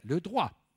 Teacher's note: Il y avait une autre variante « ouah », et on prononçait « le droit ».